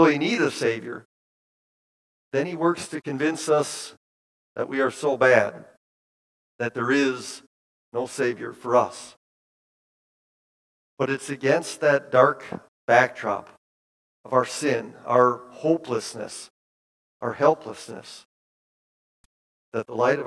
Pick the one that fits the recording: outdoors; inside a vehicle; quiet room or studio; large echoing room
large echoing room